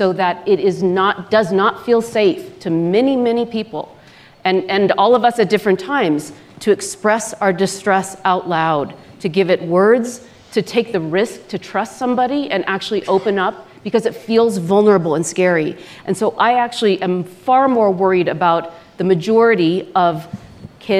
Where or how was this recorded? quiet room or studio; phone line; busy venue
busy venue